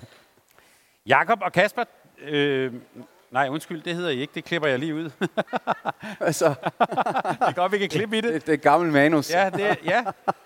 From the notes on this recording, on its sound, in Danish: Fredag eftermiddag var vi på plads på scenen i Fanzonen i Boxen. Optog vores optakt foran et live publikum, ligesom festen i Boxen begyndte.